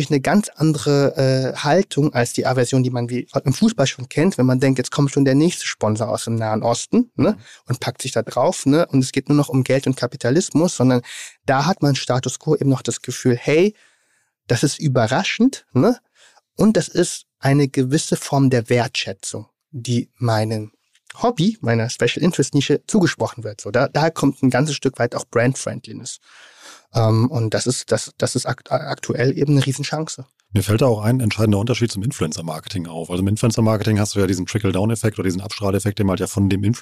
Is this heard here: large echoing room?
no